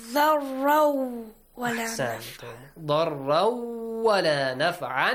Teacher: تنوين plus واو you merge them